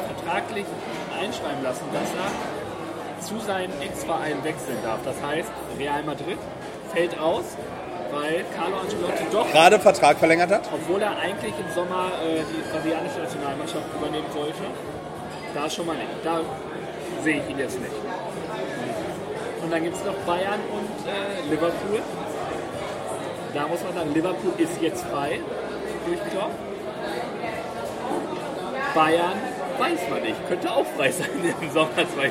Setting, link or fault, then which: setting, busy venue